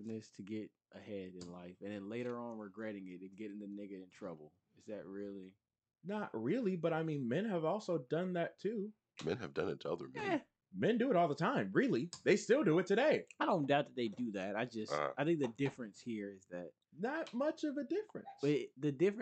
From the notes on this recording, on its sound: This Episode does have a slightly damaged audio file, so apologies in advance.